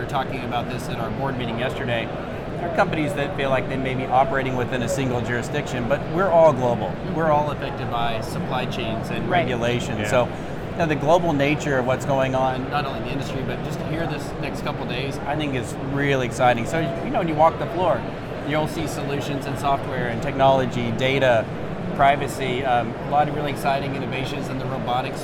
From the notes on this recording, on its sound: LIVE FROM #NRF2024. From their podcast studio inside the VusionGroup booth #5420.